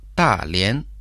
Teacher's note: Та – это означает «большой», произносится в четвертом тоне, а Лен – «соединяться», произносится во втором тоне